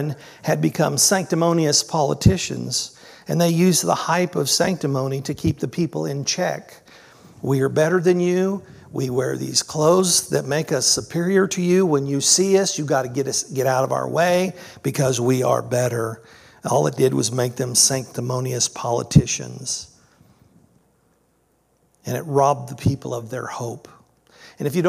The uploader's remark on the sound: This was originally recorded on July 2nd, 2023 at Palestine Church of Christ.